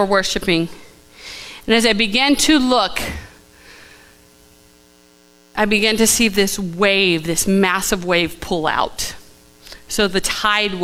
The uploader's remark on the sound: Live from The Summit Church in Dover, OH